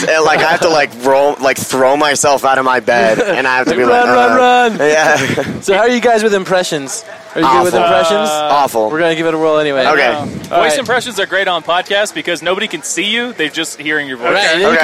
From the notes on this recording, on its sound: This was recorded at the 71Grind festival hosted at the Flux this past June.